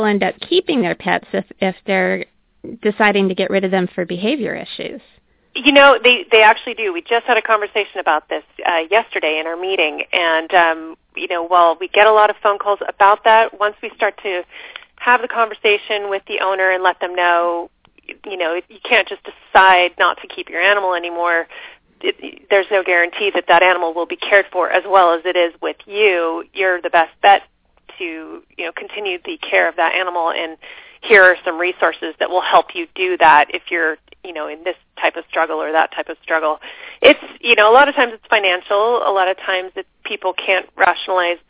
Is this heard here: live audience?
no